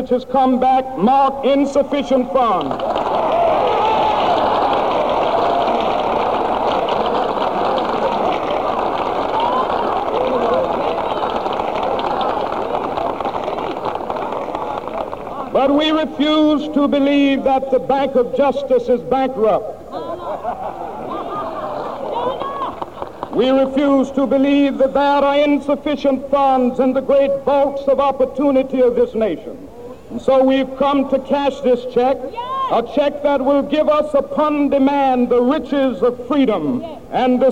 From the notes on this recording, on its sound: Address Delivered at the March on Washington for Jobs and Freedom. Location: Washington, D.C. In his iconic speech at the Lincoln Memorial for the 1963 March on Washington for Jobs.